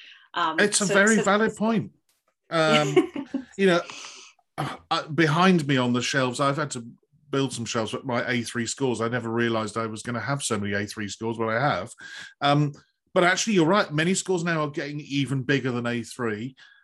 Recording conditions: video call